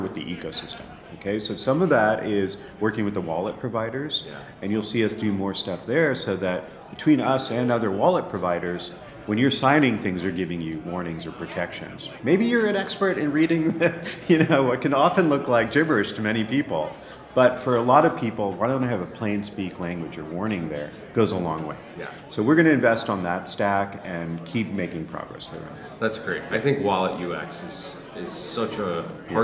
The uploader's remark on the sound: Live From Links NYC 2023